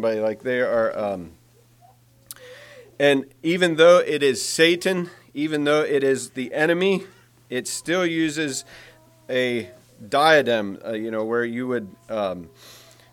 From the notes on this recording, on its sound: Message preached at Word Of Hope